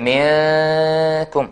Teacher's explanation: بعض الناس بتعمل ايه فرجه كده خفيفه في مخرج الكاف فيطلع هواء ينتج هواء كده منكم احنا ده مش محتاجينه لان المفروض ان